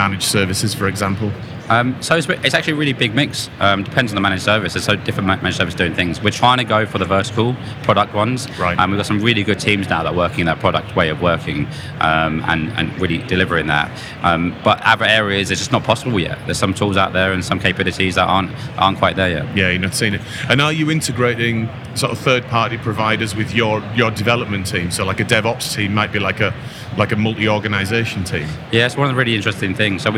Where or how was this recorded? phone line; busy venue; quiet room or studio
busy venue